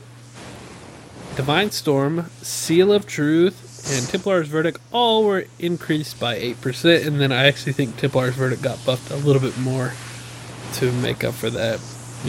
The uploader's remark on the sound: Apologies for mic cracking the first 10 minutes.